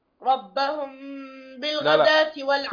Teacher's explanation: عندك إخفاء هنا، الميم ساكنة وبعدها الباء، الباء من حروف الإخفاء الشفوي